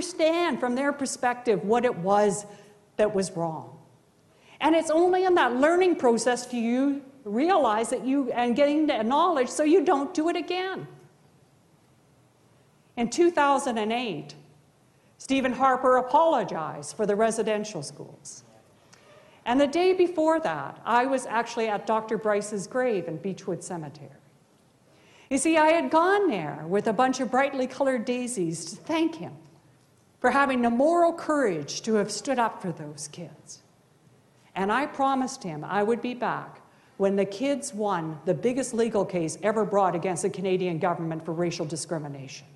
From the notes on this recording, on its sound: This episode presents a keynote talk. From Social Justice Week 2013.